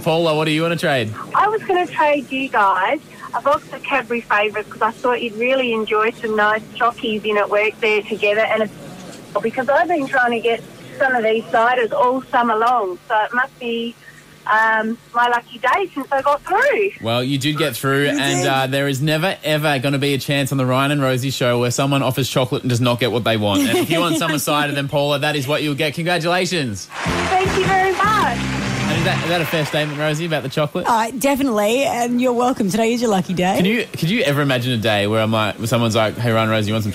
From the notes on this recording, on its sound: Phone call